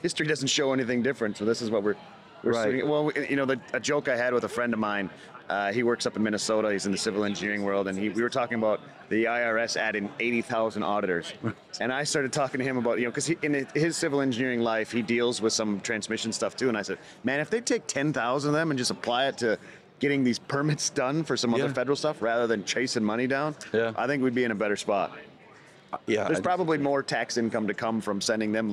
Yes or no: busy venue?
yes